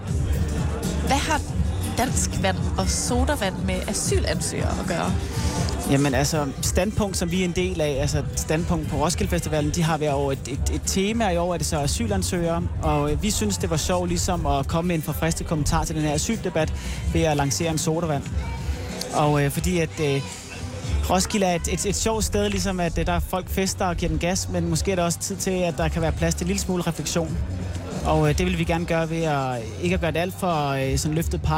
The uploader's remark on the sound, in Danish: I dag live fra Roskilde.